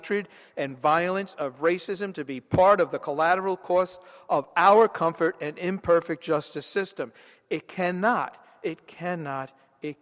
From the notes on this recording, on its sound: This sermon was delivered at Downtown United Presbyterian Church, Rochester, NY on Sunday, July 28, 2013.